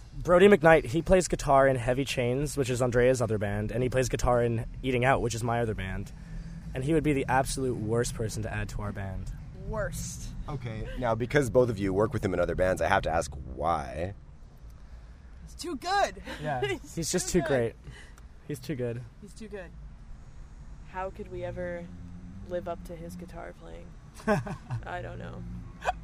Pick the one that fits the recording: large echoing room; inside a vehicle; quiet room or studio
inside a vehicle